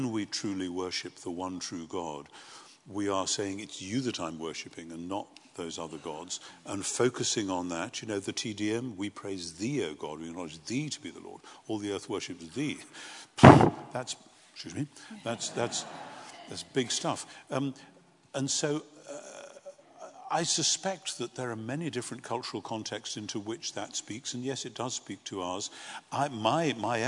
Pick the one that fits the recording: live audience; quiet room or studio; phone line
live audience